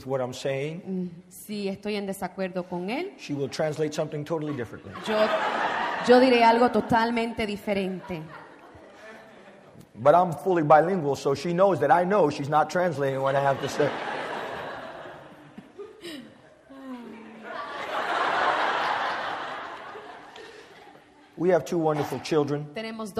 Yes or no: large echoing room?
yes